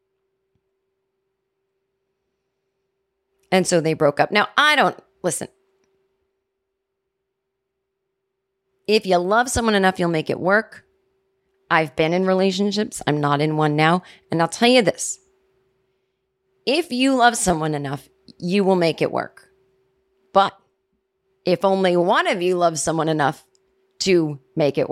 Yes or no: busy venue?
no